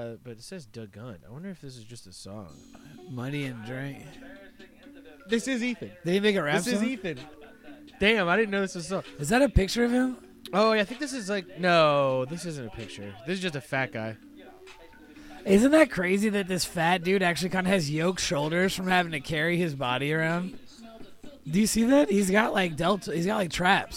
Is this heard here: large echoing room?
no